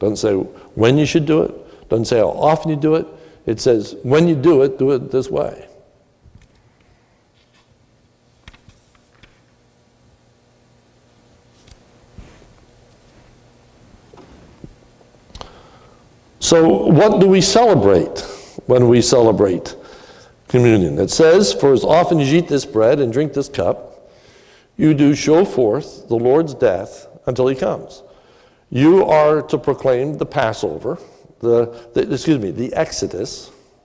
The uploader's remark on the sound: This is a sermon recorded at the Lebanon Bible Fellowship Church in Lebanon, PA. During the evening communion service.